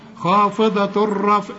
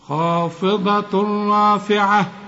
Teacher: امسك لسانك وطلعها راء واحدة فقط · Shown in: second take